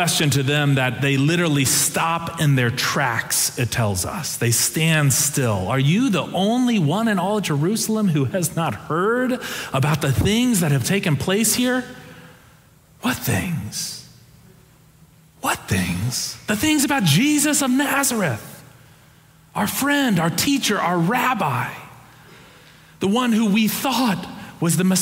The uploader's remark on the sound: Preached on April 23, 2023 for our Sanctuary Worship Service.